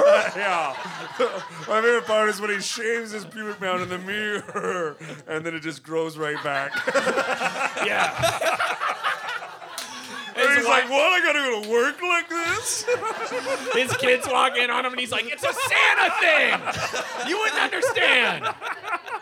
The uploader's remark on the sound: Live at Toronto Sketchfest 2020. Live recording for Toronto Sketchfest.